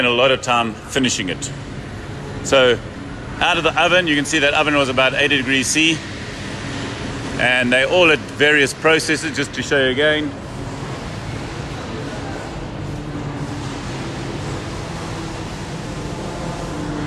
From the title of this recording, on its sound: Live From Portugal - Nelo Factory Tour